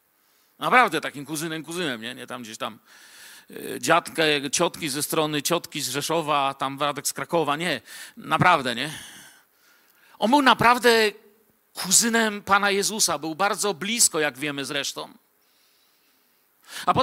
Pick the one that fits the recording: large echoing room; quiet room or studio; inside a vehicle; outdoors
large echoing room